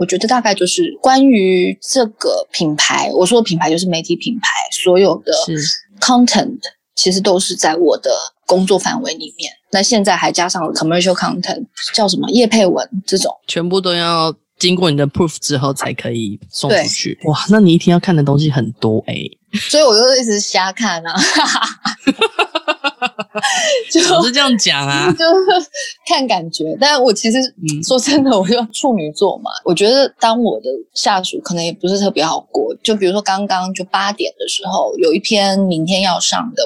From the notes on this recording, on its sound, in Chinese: 本集訪問有點現場環境音，還請見諒